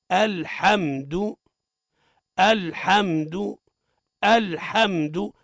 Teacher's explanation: اللام ليست من لفظ الجلالة، حكمها الترقيق